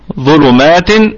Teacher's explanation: الظاء في الدرجة الثالثة من درجات التفخيم لأنه مضموم وليس بعده ألف، ونراعي ترقيق اللام التي تلت حرف الظاء، فما قلش ظلو ظلو، لا نقول ظلو، أنا أريد اللام تأتي من مكانها الصحيح حتى وإن جاورت حرف استعلاء.